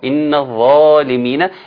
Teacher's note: كنا عاوزين نطلع لساننا في الظاء، ان الظالمين، لانه من الحروف اللثويه